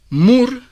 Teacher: cierro y pronuncio la M con las dos labios. Es labial como la P para la R.